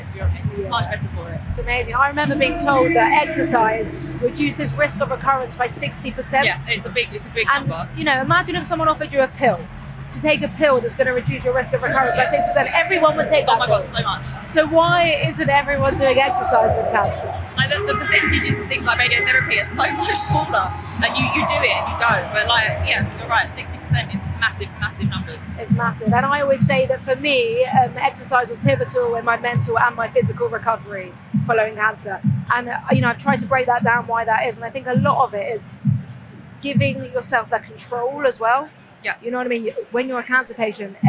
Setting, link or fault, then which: setting, busy venue